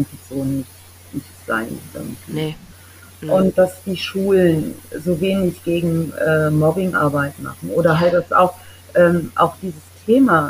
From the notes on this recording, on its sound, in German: Ich bitte, die mindere Tonqualität zu entschuldigen.